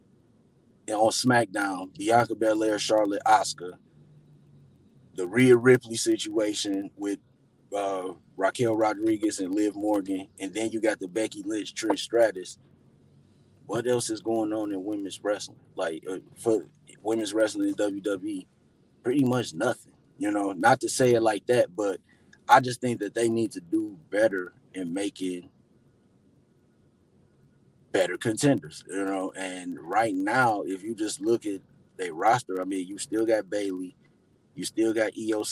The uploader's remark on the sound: I did this episode from my car